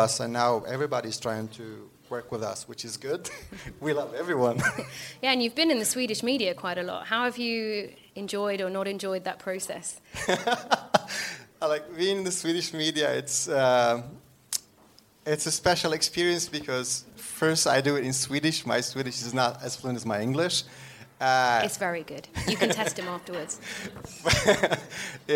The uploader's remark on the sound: Recorded live in front of an audience. This episode was recorded at Sthlm Music House , Stockholm's new hub for entrepreneurs working in music, media and tech.